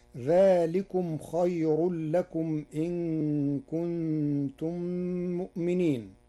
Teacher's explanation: قرأ ورش كلمة خير بترقيق الراء وصلا ووقفا لوقوع الراء بعد ياء ساكنة